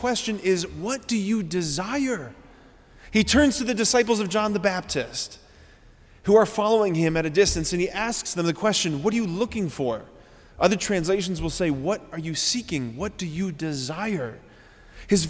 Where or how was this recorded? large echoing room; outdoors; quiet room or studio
large echoing room